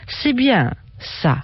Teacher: Ale wypowiedziany z zawieszeniem głosu c'est bien ça wyraża pochwałę, na przykład kiedy profesor mówi do ucznia.